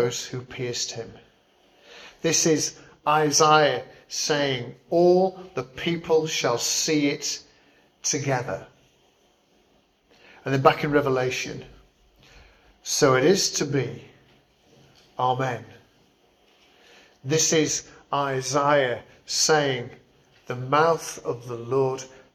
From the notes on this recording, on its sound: Preached at St Barnabas, Swanland on 10th December 2023